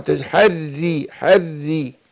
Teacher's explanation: هي الراء مشددة مكسورة هترقق مع حرقوه